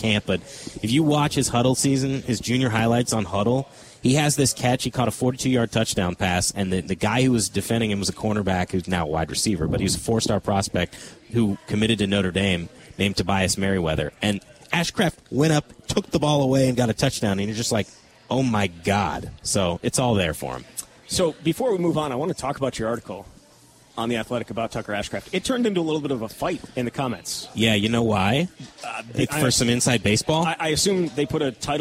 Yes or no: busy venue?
yes